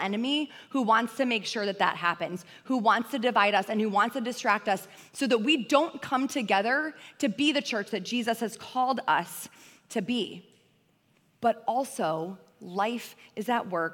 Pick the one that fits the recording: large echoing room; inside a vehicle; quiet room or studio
large echoing room